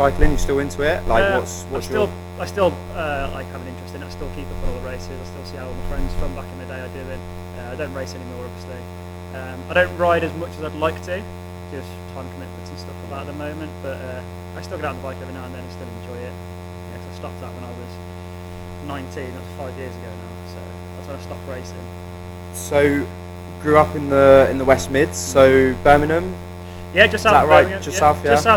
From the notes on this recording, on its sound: Apoligies in advance for the sound quality in this episode. During the Interview I experienced some feedback on the Mic.